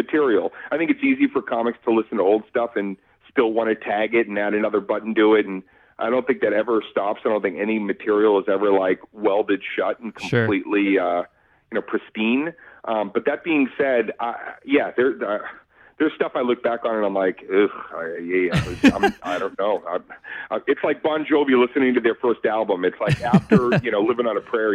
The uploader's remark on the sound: IN THE STUDIO (by phone).